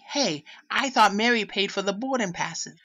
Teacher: she's dropping the R's in words like boarding.